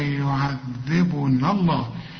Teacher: الألف ساكنة هنا واللام ساكنة، فبتخلص من الألف دية الساكن الأولاني